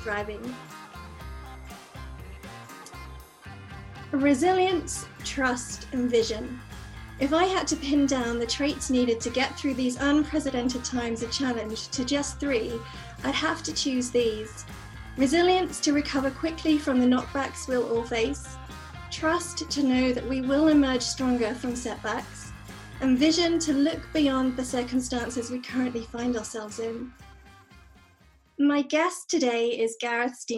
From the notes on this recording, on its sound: Recorded via Zoom during these incredibly challenging times, of Covid-19.